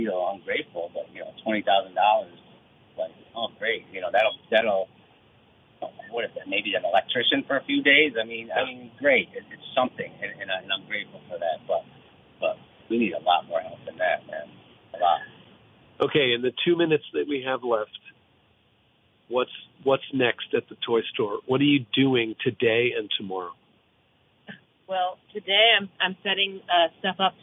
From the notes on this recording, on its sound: Live from Downtown Montpelier. Live on-the-scene at the Montpelier Alive Volunteer Hub.